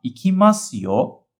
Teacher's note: a pronúncia do su de masu é praticamente o som de S